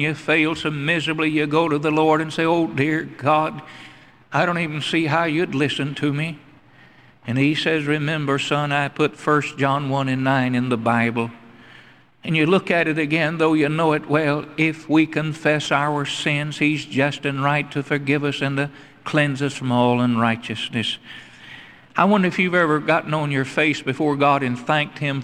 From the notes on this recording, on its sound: Originally preached at the Northside Baptist Church in Charlotte, NC in 1982.